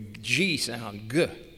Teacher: instead of unvoiced K, the Greeks used its voiced equivalent, the G sound